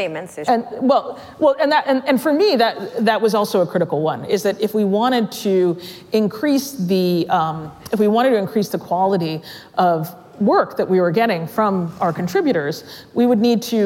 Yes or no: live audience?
yes